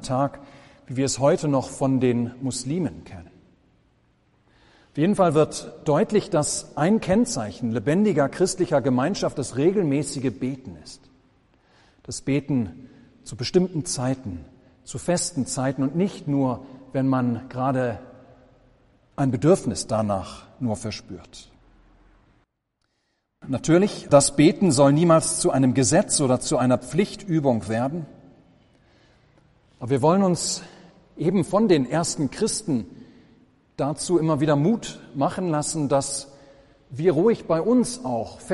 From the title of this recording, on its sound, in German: Gottesdienst